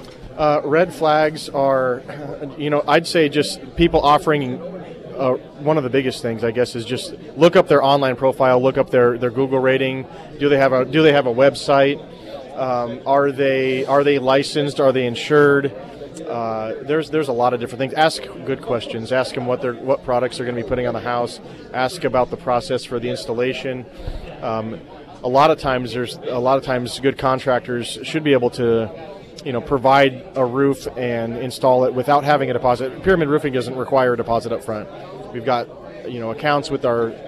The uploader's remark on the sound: live at Scramblers Diner for the KSGF Heroes Veterans Breakfast